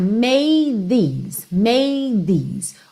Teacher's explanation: Então, você já vai direto, made these, ou seja, como se você não fizesse o D, porque você já vai fazer o TH